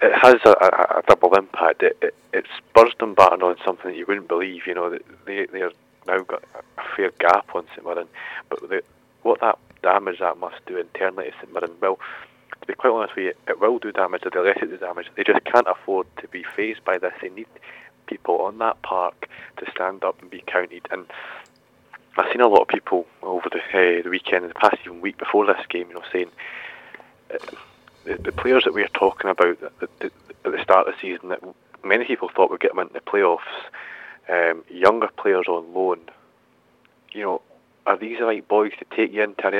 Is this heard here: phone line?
yes